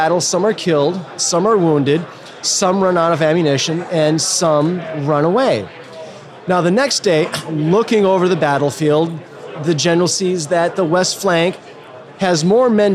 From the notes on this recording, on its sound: In-person interviews recorded on the floor of The Extraction Expo in Los Angeles!